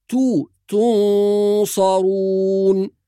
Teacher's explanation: أيضا بعض القراء يفخم التاء المضمومة في كلمة تنصرون، فبعضهم يقول تنصرون تو يحولها إلى طا، والصواب أن التاء المضمومة مرققة مثل التاء المفتوحة أو التاء المكسورة